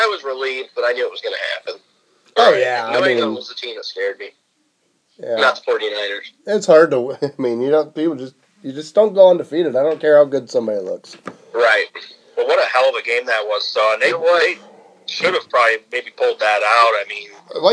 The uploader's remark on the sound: We have our first phone cast of the year; couldn't be avoided.